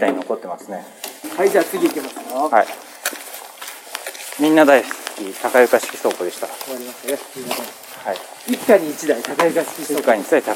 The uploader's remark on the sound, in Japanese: 佐賀県吉野ヶ里遺跡に行った時の記録をお届けします。おっさん二人が国指定の特別史跡でキャッキャウフフするだけの音声です。